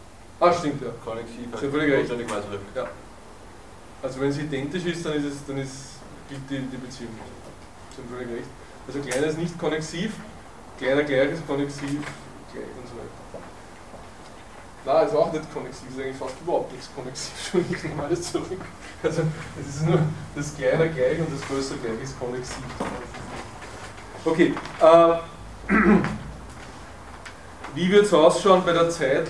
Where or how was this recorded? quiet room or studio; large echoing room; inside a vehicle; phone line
large echoing room